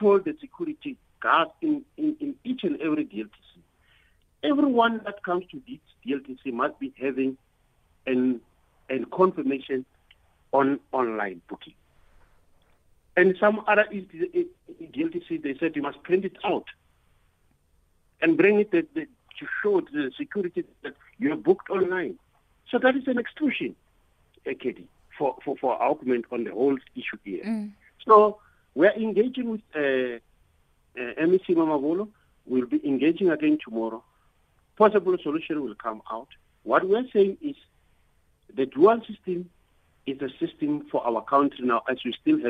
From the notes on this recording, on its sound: For more on this we are joined on the line